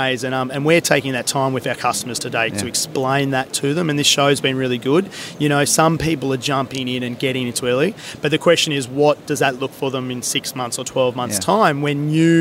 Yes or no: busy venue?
yes